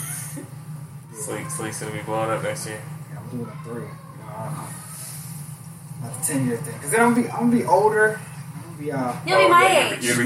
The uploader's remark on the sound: We had the boys around and the new location may have caused some sound issues.